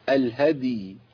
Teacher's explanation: فما استيسر من الهدي، لا بلا مفتوح ومبين الياء، بصوا كده الهدي كده بينت الدال، قلقلت الدال والياء، لكن مش الهدي واجي اجيب ياء ما تجيش معايا خالص، ولا اقول الهدي وازود ايه زود الياء كده.